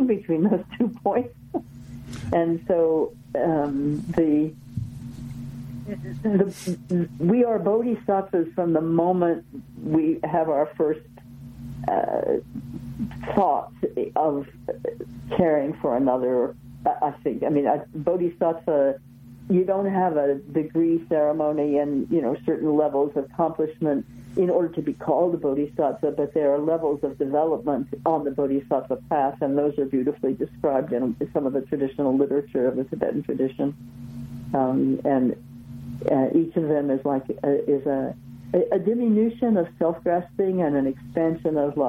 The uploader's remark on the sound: We present a telephone conversation.